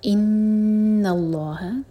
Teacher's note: نون پر غنہ اور لام جلالہ ہیوی، ان اللہ بکل شیئن، شیئ مدلین اور ان پر اظہار ہوگا، یعنی کہ نون کی ساؤنڈ کو ہم کلیئر پڑھیں گے، شیئن علیمن تھا یہ.